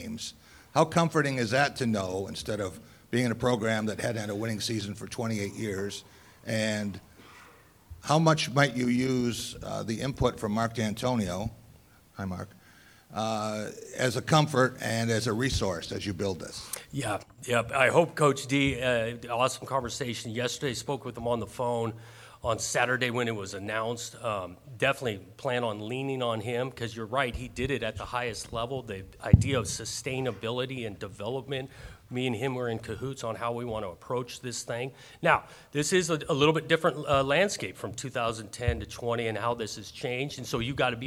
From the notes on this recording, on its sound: introduced at a press conference on campus on November 28